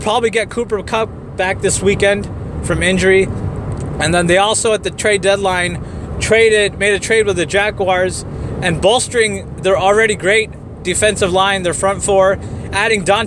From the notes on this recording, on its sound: Live in the car in route to the Bay Area.